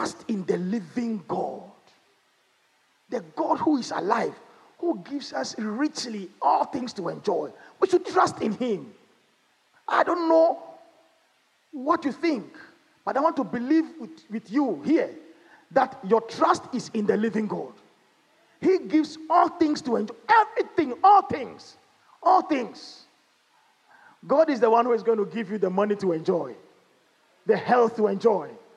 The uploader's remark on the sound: Sermon preached at CBC Shiashie Campus.